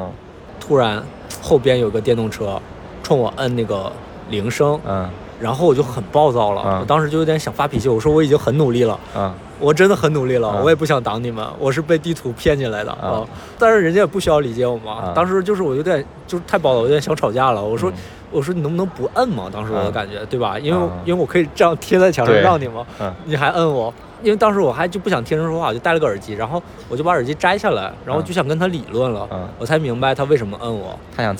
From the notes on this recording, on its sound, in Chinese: 本期录制于亚运会期间的萧山机场